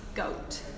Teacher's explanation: the closure is produced between the back of the tongue and the soft palate · it is composed of a velar plosive, then of a diphthong, a back closing diphthong, and finally another plosive, an alveolar plosive